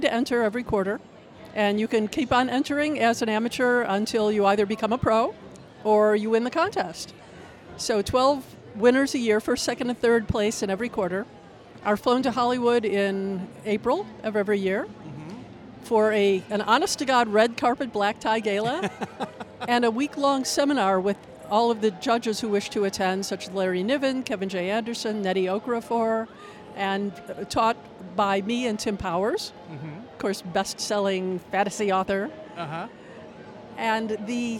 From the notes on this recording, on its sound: Author Interviews Live From FanX.